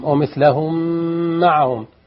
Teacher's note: تغم مثلين الميم على شدة